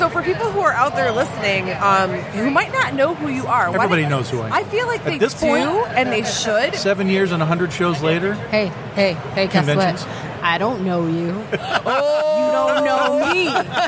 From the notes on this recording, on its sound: Live from Motor City Comic Con